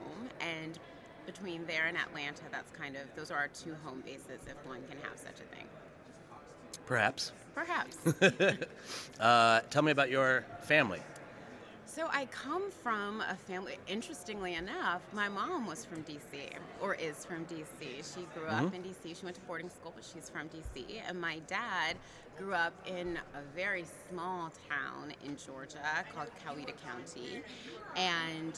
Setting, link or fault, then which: setting, busy venue